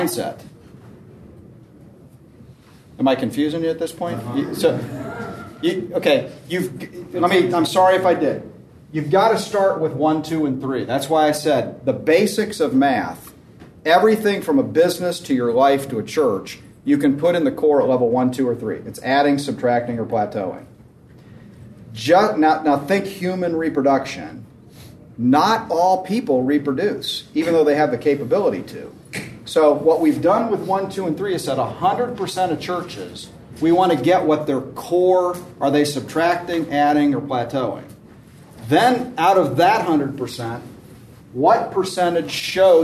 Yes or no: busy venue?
yes